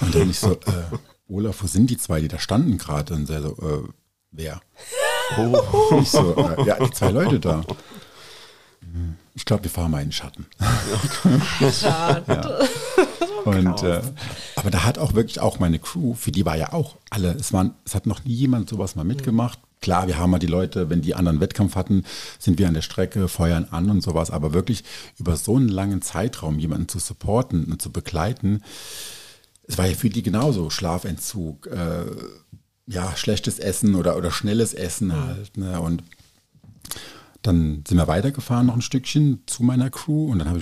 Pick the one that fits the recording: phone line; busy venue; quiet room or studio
quiet room or studio